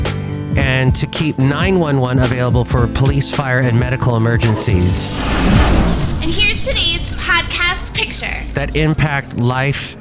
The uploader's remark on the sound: podcast live from Cafe Anyway